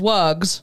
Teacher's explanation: wugs, pronounced with a voiced Z sound as in dogs, because the plural forming letter voice follows a voiced consonant G.